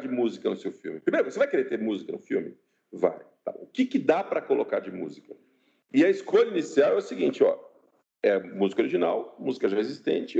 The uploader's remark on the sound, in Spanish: Entrevista realizada por Skype.